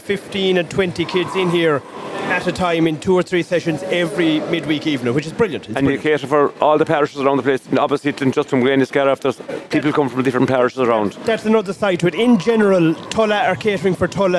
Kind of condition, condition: setting, busy venue